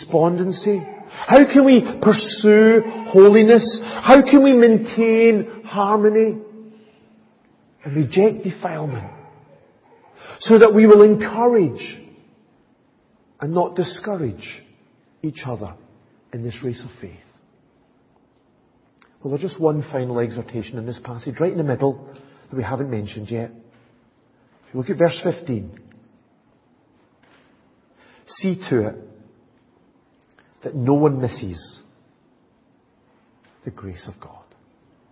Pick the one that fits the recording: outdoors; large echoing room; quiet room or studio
large echoing room